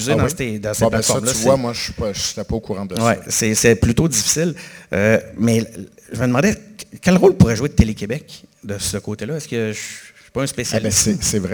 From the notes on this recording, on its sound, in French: Cet épisode spécial des Engagés publics a été enregistré en devant public lors du FestiPod.